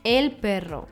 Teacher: Das doppelte R erfolgt nicht aus dem Hals, sondern mit der Zunge an den Zähnen, wie ein Maschinengewehr.